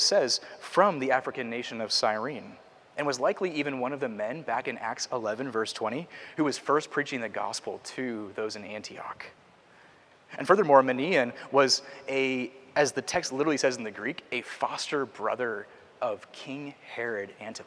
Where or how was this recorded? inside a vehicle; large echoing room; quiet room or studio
large echoing room